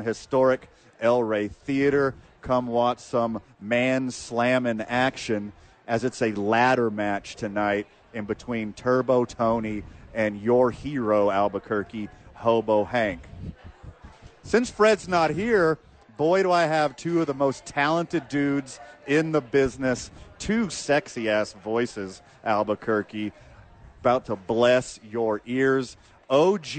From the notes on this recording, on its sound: live from Sadies!